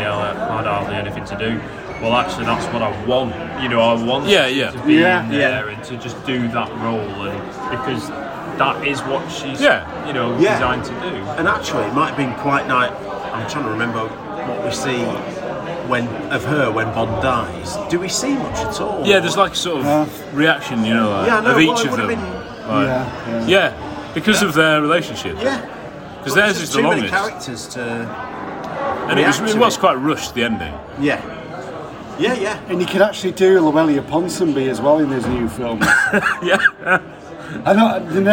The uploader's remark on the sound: Live from the Robert Shaw. Located in northern England, the Wetherspoons honours the town's greatest son.